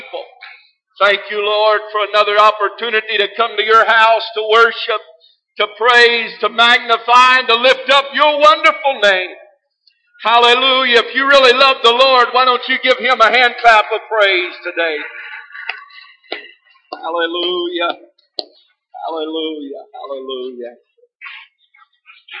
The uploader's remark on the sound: This message is broadcast live at First Pentecostal Church in Silsbee Texas.